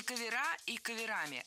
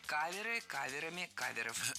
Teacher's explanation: Ударение в слове «кавер» всегда остается на первом слоге. · Shown in: second take